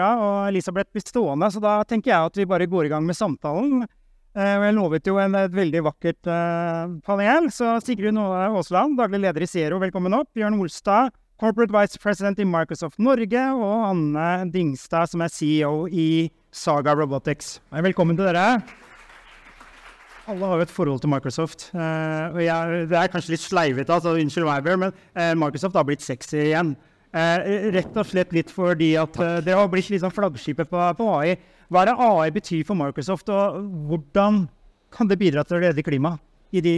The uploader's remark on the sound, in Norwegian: LIVE fra Arendalsuka 2023